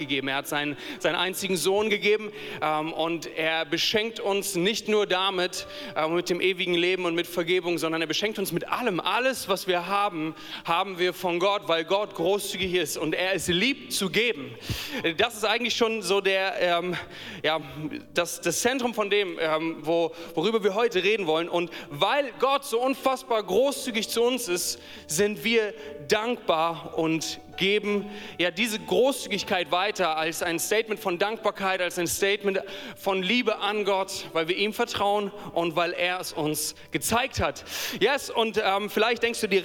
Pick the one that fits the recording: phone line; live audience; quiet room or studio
live audience